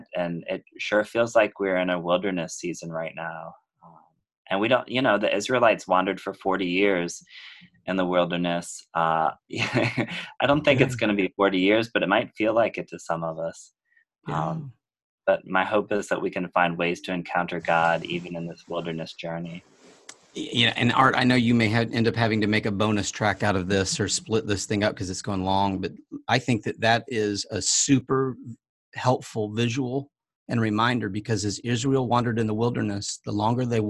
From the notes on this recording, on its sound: Talked via Zoom.